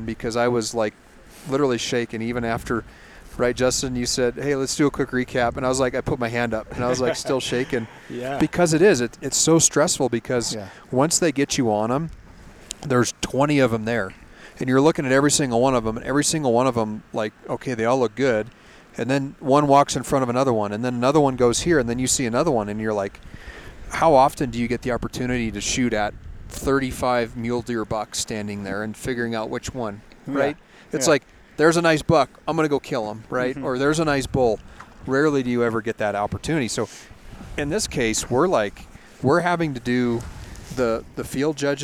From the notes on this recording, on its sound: Live From Camp Ibex